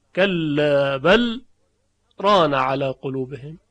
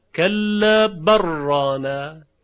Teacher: یا مثلا در سوره مطففین کلا بل ران علی قلوبهم ما كانوا یکسبون، کلا بل ران، روی لام بل سکت میاره، به میزان دو حرکت سب میکنه، نفس نمیکشه، یعنی صدا قطع میشه اما نفس کشیده نمیشه · Shown in: first take